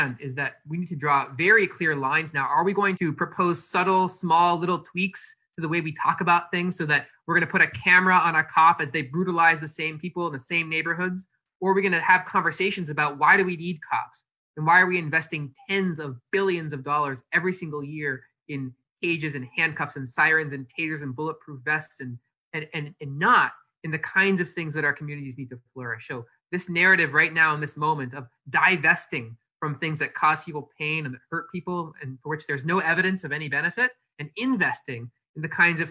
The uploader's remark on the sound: a forum on Facebook Live